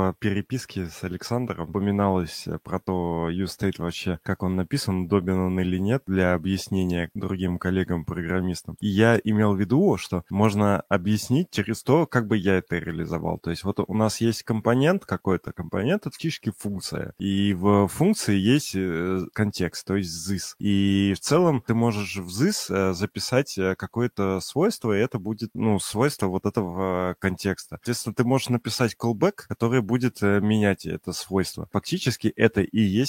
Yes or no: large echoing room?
no